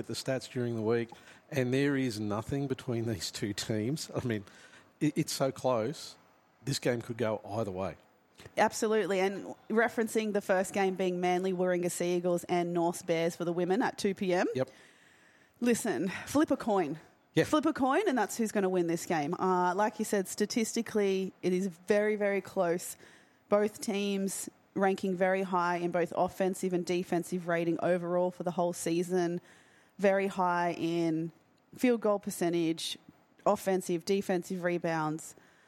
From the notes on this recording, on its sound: LIVE NBL1 East Women's Grand Final pre-game podcast from Brydens Stadium